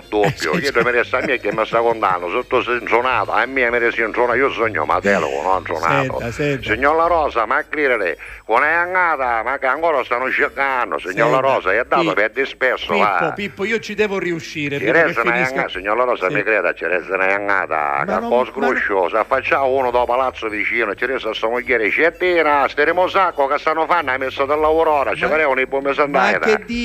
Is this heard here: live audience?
no